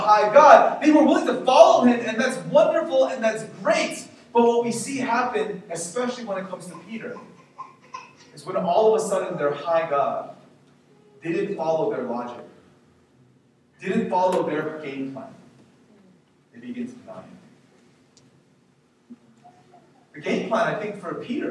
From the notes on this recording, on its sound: We apologize for the poor audio quality.